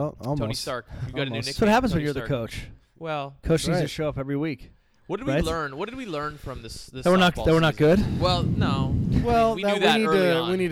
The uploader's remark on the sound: LIVE FROM WADES WINES